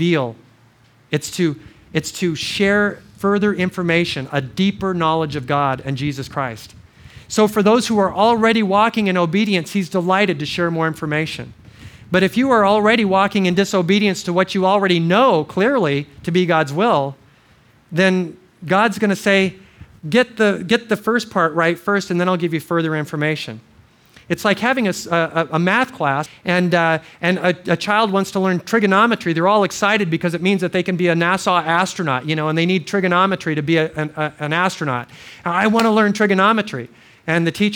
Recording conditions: large echoing room